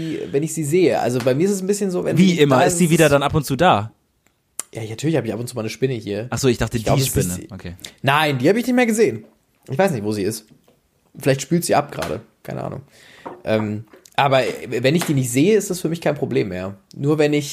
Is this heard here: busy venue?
no